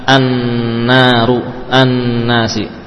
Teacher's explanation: kalau lamnya huruf kan hilang, an-naru, an-nasi.